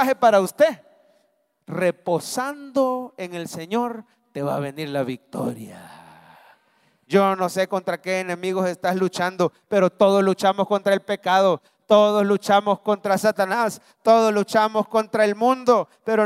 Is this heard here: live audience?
yes